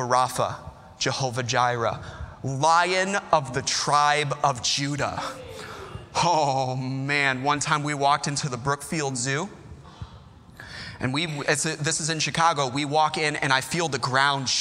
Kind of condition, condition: setting, large echoing room